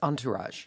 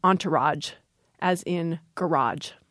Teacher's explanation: there is some chance that final consonant will become a j · Shown in: second take · as in entourage, as in garage.